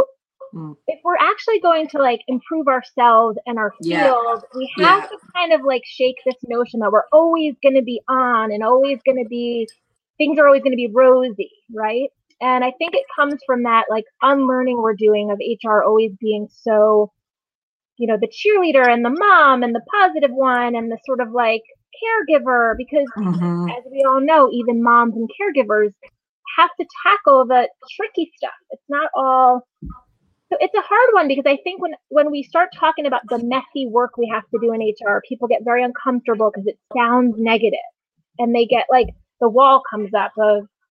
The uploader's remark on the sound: This audio is taken from the Youtube Live conversation